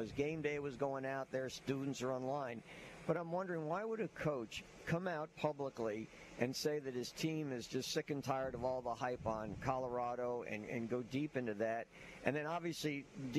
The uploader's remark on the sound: LIVE from Spanish Fort High School on the morning of their match up against Saraland!